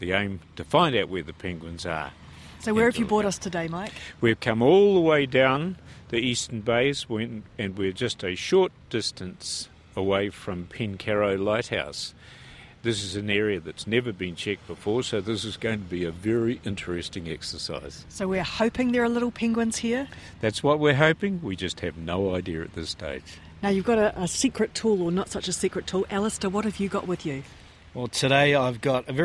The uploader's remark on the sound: on a little penguin search in Wellington